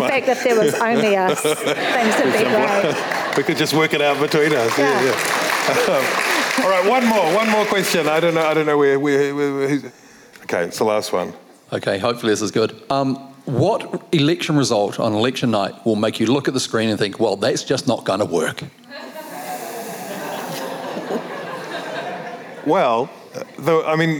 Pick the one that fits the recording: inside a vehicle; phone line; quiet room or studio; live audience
live audience